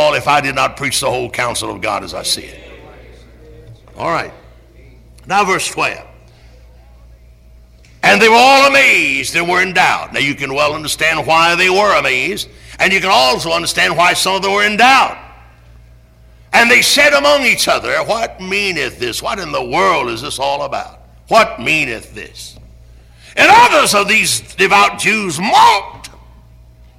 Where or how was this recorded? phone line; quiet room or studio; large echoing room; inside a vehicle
large echoing room